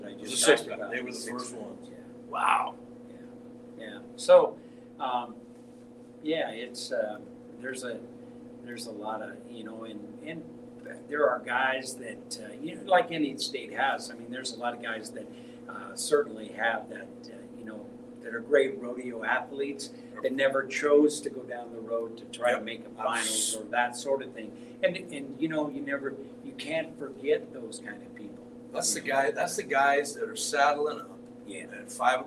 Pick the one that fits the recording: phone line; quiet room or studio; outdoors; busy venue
busy venue